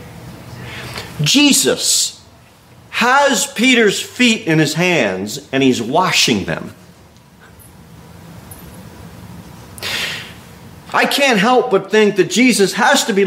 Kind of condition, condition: setting, large echoing room